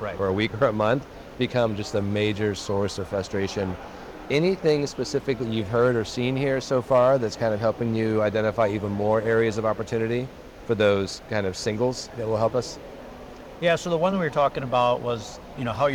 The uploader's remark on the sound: It’s a double Interview in Action live from the 2023 CHIME Fall Forum.